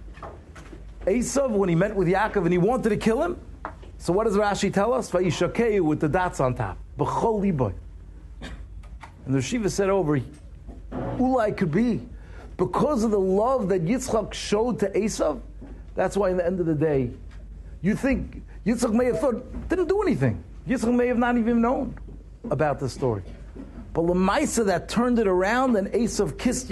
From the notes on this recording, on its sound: Shiur recorded in Yeshivas Ohr Reuven, Monsey, NY.